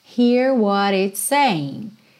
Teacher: Oh, entre o what e o it's, hear what it's saying. Saying, você não pronuncia o G final.